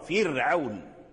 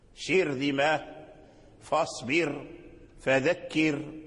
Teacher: الراء ساكنة والفاء مكسورة، فرعون. فإذا حصل هذا فالراء مرققة لجميع القراء